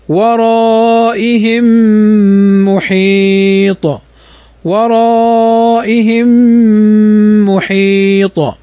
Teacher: ورائهم ميم ساكنة بعدها الميم، فهذا إدغام متماثلين صغير